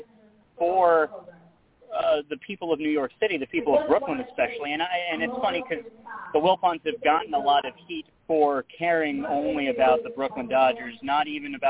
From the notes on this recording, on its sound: At a Historic Brooklyn Cyclones Opening Day! LIVE from the first April professional baseball game in Brooklyn since 1957.